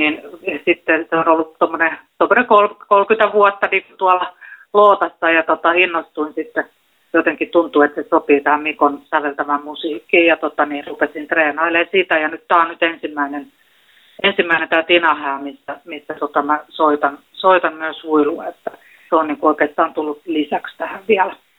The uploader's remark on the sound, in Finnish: Helsingin Lähiradio 100,3MHz. Puhelinhaastattelussa.